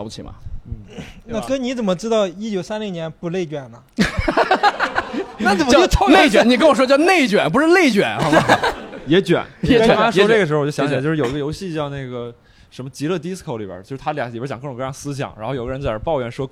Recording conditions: live audience